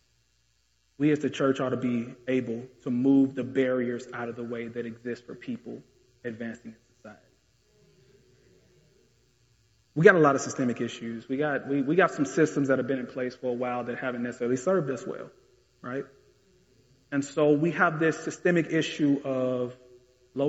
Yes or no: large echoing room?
yes